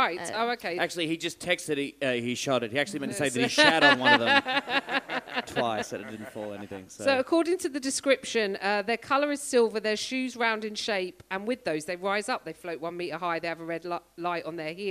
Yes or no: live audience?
yes